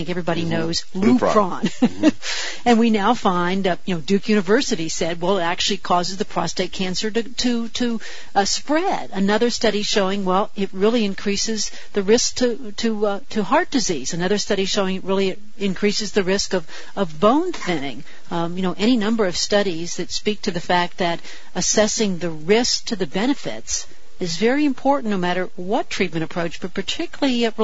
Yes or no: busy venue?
no